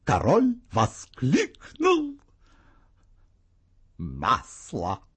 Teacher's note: В незавершенности голос идет вверх, и мы как будто ждем чего-то еще, добавочного сообщения. · Здесь интонация незавершенности приходится на слово «воскликнул».